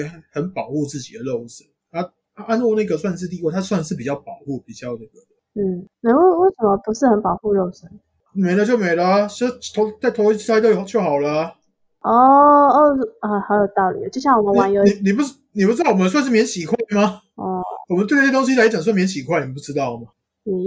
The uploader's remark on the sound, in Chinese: 換麥克風前的最後一集聲音可能還是有點不及格 請大家見諒。我們會持續慢慢改善錄音品質的。